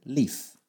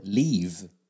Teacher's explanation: But if I was to say the word leave, like leave the room, I have to pronounce, or I have to make that voiced element or that vibration · Shown in: second take